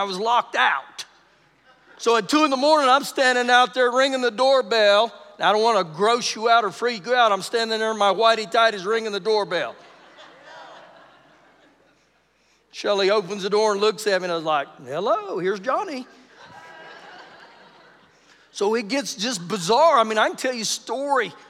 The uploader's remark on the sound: Recorded live during our Wednesday night service